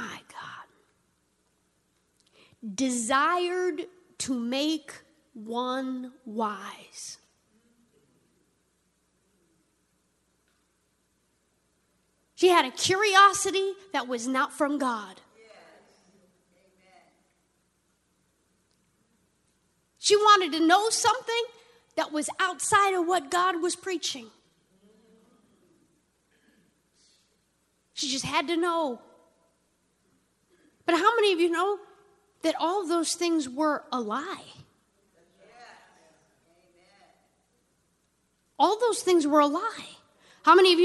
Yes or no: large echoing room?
yes